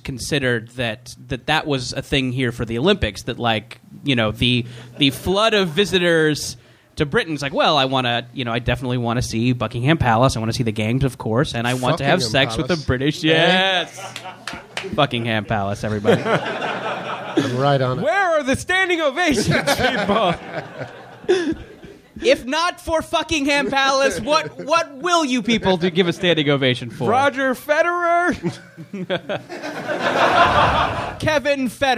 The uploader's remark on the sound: Recorded live at the Leicester Square Theatre in London.